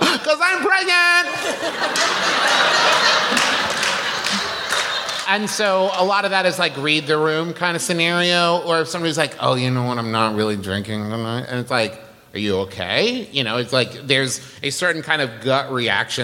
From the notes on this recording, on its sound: This episode was recorded live at the Moontower Comedy Festival in Austin.